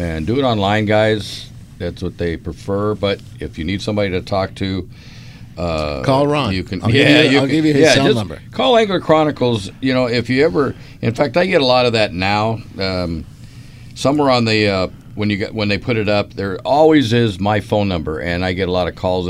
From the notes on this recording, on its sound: "LIVE" from Angel Stadium in Anaheim, CA